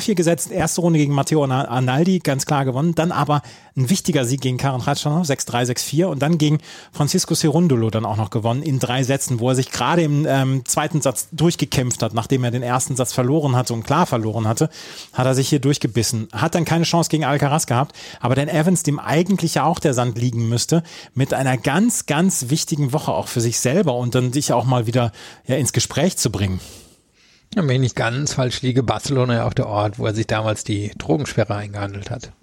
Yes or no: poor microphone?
no